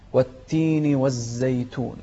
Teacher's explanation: الزاي هنا من أحرف الصفير